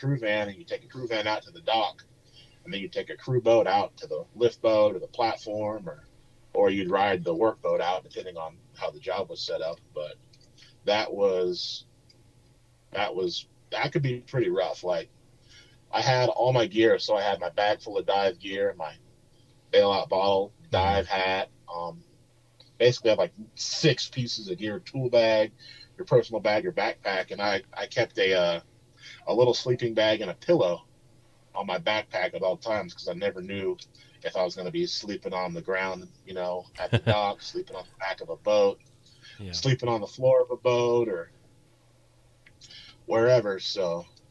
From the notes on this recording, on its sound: I do apologize for the sound quality as he was in the middle of no where in west Texas during the recoding!